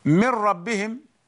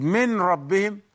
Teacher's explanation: Noon sukun had been merged into the ra. · Shown in: first take · Term: merging without Ghunna